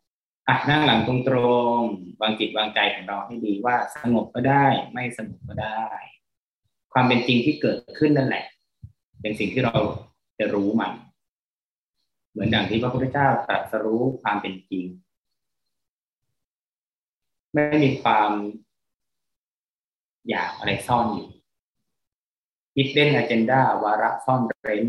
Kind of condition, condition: fault, poor sound quality